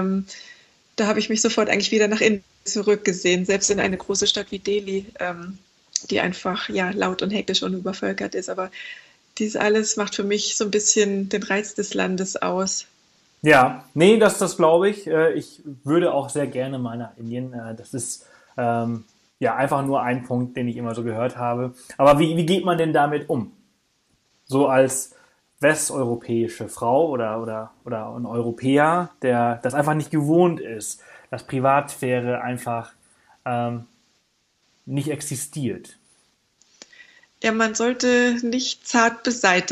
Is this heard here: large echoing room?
no